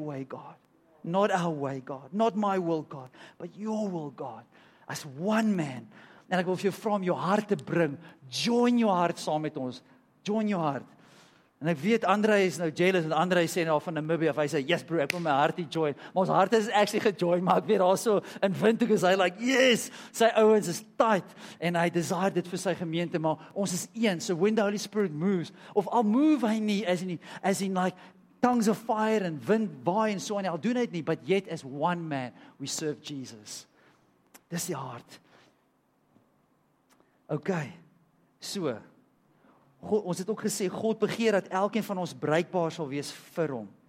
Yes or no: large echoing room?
yes